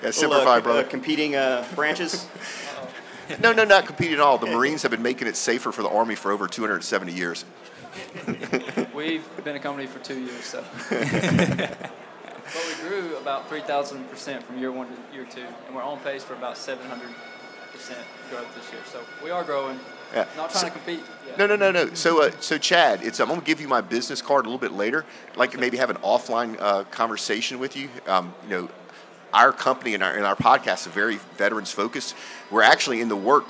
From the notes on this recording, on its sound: We are Live from the Redwing Boots Booth at the 2017 Offshore Technology Conference here in Houston, TX.